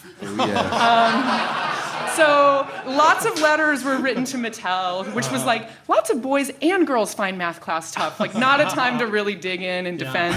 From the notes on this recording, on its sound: taped this past Sunday at the Los Angeles Podcast Festival